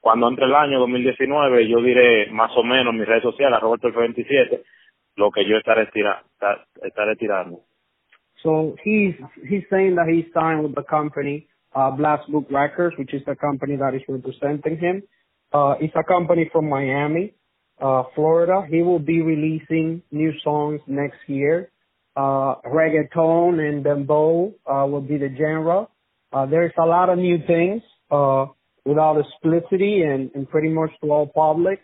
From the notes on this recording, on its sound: On the phone